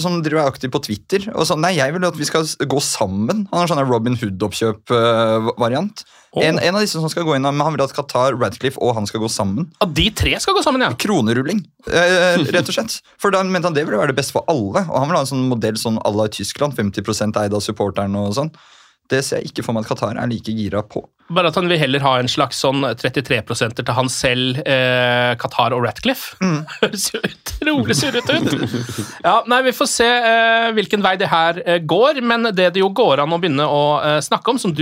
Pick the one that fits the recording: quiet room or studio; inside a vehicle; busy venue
quiet room or studio